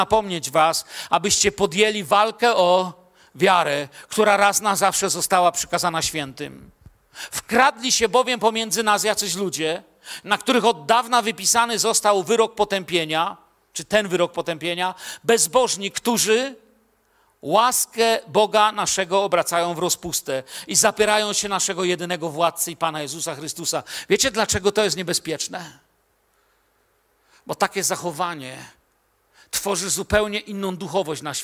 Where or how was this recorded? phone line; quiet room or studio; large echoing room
large echoing room